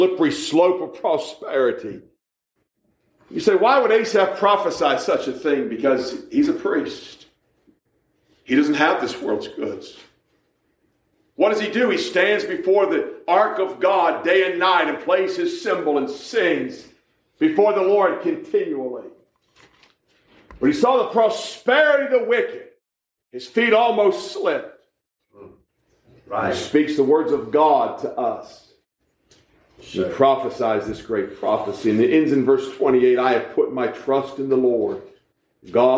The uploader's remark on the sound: We preach live at the Living Waters Baptist Church in Mocksville, NC.